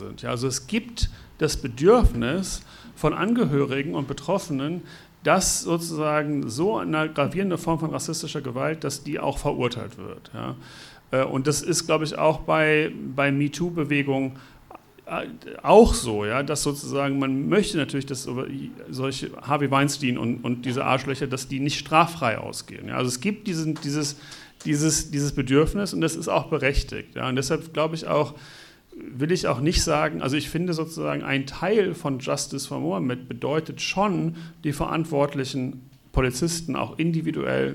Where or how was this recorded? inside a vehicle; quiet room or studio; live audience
live audience